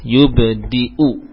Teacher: Ya, itu huruf dal kasrah yang setelahnya itu ya, bukan ya memanjangkan dal kasrah, tapi itu apa, huruf hamzah yang ditulis di atas ya, ya. Jadi kasrah pada dal tidak panjang.